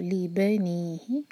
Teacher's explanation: با پر زور دیا جائے گا کیونکہ لی الگ ورڈ ہے اور بنی ہی الگ ورڈ ہے